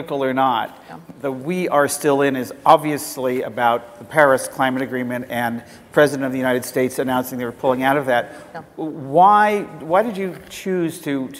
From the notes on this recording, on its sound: The best of live interviews from GreenBiz events.